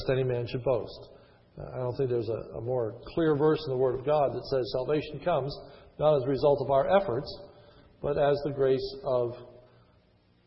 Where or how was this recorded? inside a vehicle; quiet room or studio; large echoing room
large echoing room